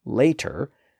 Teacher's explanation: that T sound in the middle has a vowel sound on each side, and vowel sounds are always voiced